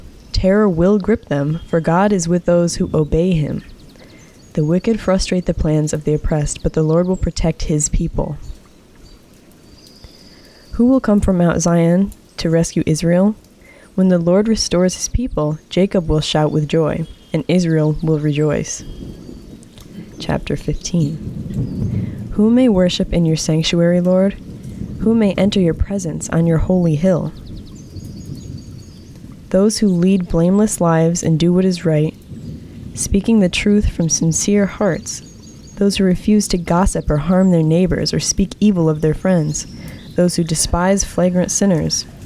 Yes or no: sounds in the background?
yes